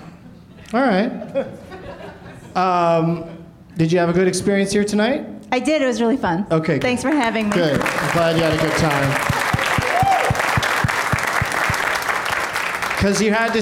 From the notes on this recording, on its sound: Live from the UCB Sunset in Hollywood, California